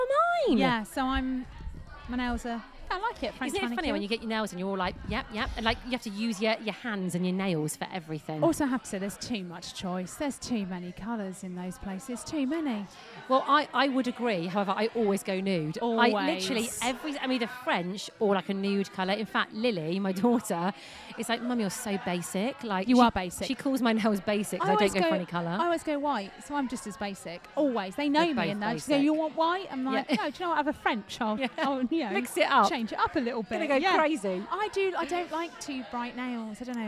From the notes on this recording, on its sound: We are live form The Maynard with an audience!